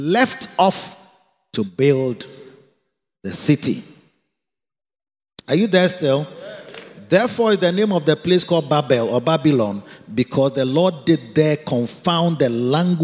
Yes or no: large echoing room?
yes